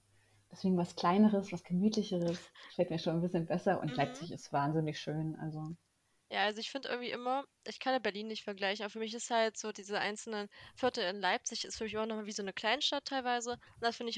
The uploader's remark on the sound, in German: Leider waren die technischen Probleme dieses Mal besonders hartnäckig